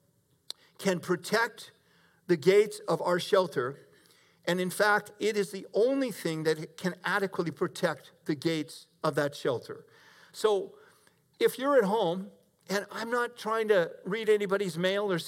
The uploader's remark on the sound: Delivered 28 June 2021 at Grace Church of La Verne . Delivered 28 June 2021 at Grace Church of La Verne .